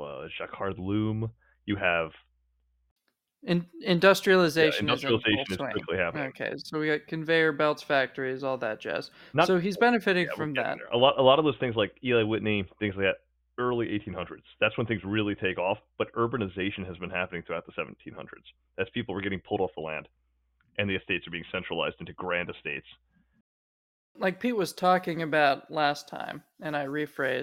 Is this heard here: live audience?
no